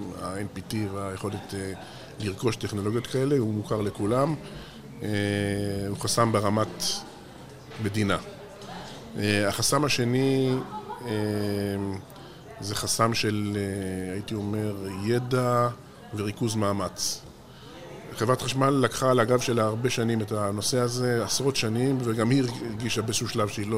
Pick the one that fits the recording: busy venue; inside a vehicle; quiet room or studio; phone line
busy venue